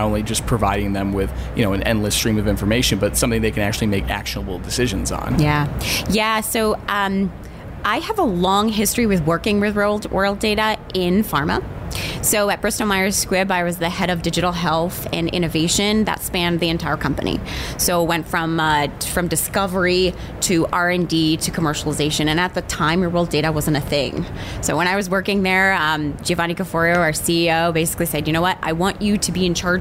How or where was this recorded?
busy venue